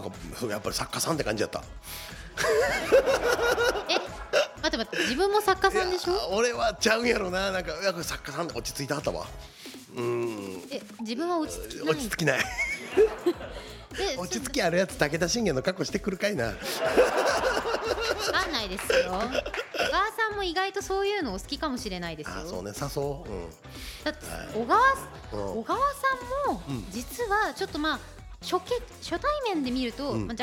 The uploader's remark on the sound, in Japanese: 公開収録回